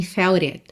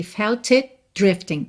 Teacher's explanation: O T de it você não ouve porque já tá virando D de drifting. · Shown in: second take